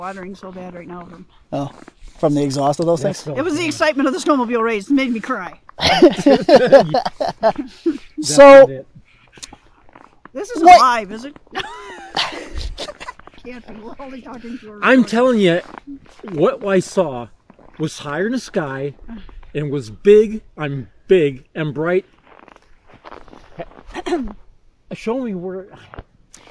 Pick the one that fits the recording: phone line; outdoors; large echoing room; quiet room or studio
outdoors